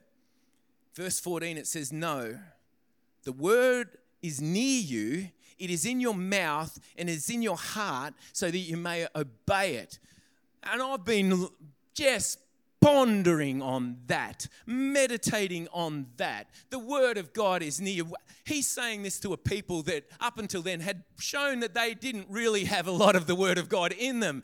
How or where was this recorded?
large echoing room